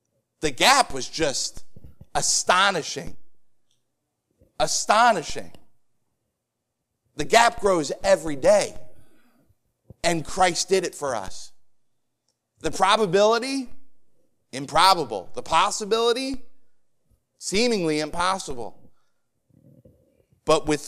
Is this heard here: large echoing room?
yes